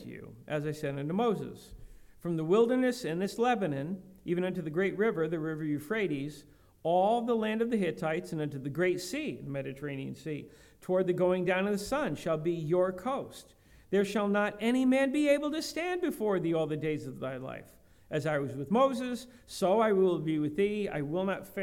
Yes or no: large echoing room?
yes